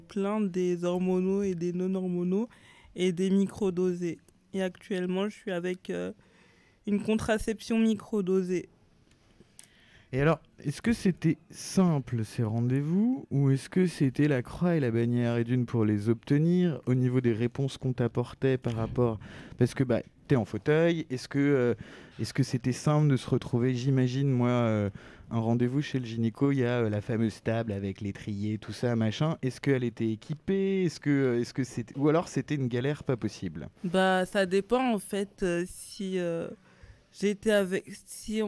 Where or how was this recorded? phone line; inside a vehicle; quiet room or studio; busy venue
busy venue